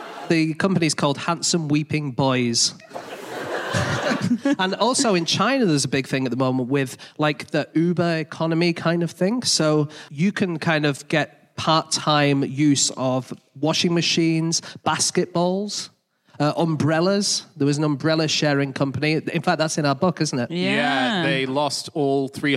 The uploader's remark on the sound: Live from Nottingham